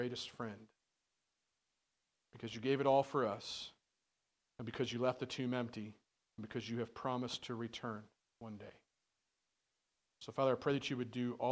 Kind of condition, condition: setting, large echoing room